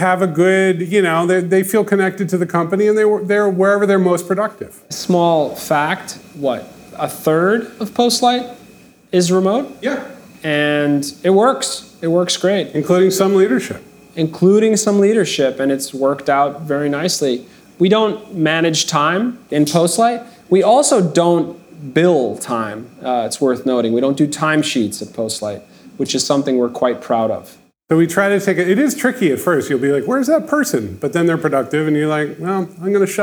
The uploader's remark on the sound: record a live podcast episode at our Ship It!